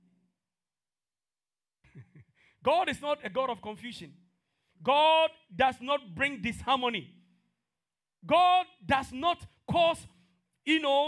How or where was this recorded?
large echoing room